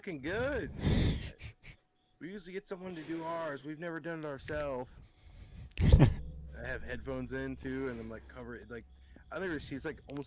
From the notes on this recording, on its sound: Sorry about the poor audio